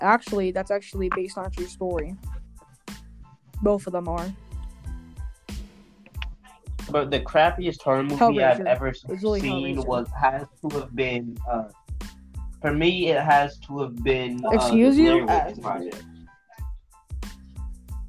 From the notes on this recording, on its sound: audio we didn't notice till the last minute there's nothing we can do about it now